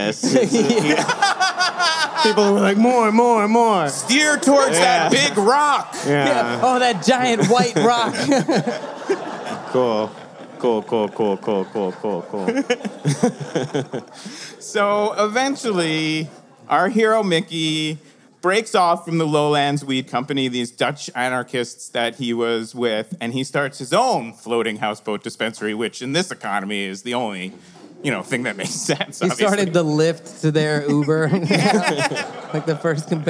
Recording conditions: live audience